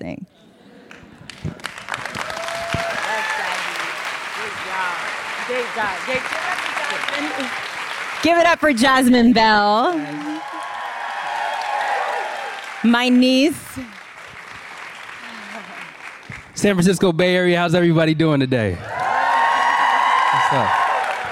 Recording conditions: live audience